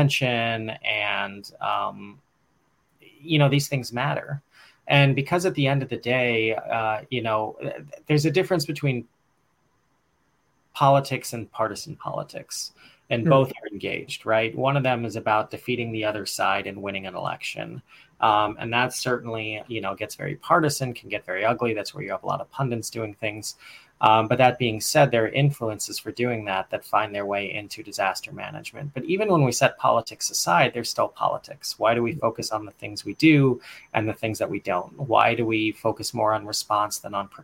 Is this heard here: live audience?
no